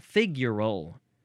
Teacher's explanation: You got to emphasize the first syllable.